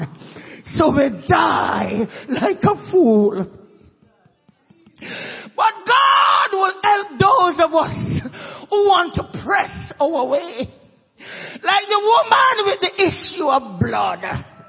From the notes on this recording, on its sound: SUNDAY WORSHIP.